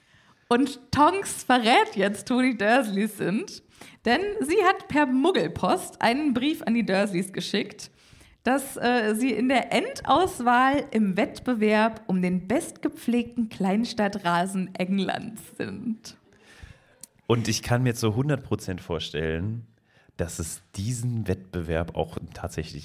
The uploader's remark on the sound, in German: LIVE IN BERLIN. Der Live-Aufnahme zweiter Teil.